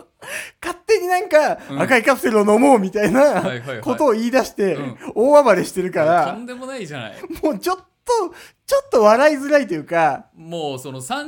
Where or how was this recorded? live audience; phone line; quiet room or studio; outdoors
quiet room or studio